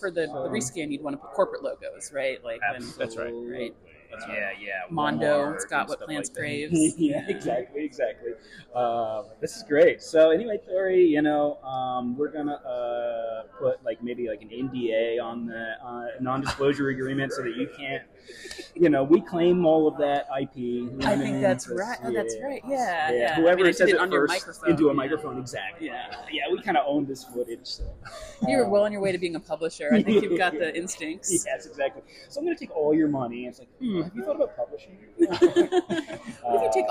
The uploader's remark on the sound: Live from PAX Unplugged 2023